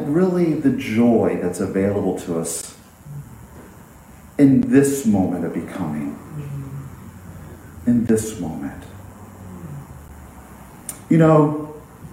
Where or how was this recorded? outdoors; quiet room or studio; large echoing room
large echoing room